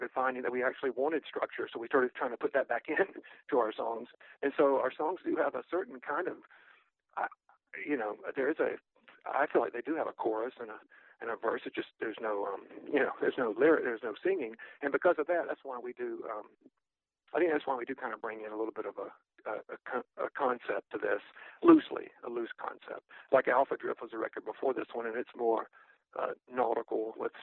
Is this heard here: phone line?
yes